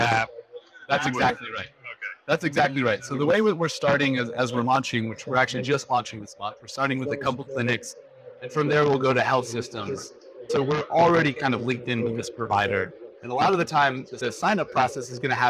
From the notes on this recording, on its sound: Today on the Conference channel, it’s an Interview in Action live from HLTH.